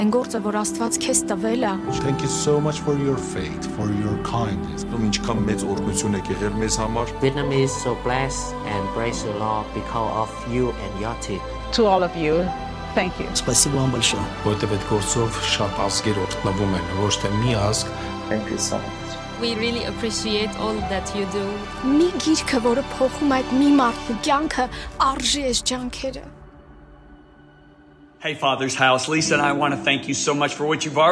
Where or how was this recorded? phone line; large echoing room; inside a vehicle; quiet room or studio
large echoing room